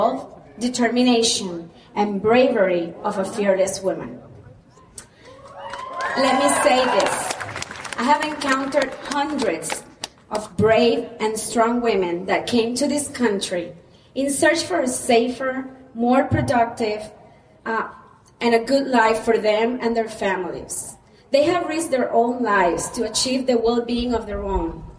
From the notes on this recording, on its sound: It was recorded in the field so audio is not great (but definitely audible)